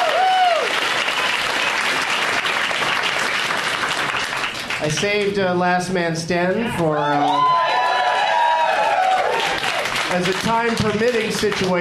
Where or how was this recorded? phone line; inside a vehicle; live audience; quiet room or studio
live audience